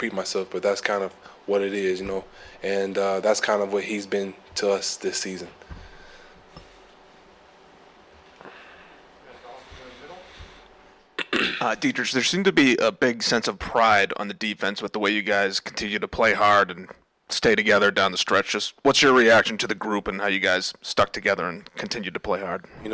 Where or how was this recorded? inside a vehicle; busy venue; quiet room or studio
busy venue